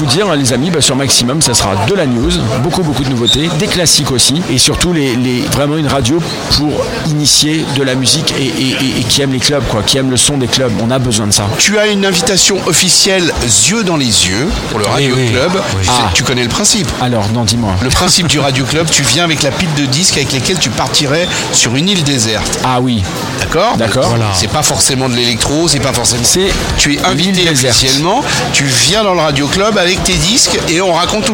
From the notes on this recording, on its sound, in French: En direct du Dock B à Pantin